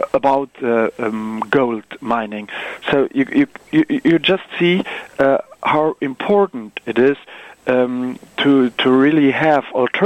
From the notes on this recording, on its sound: Phone interview.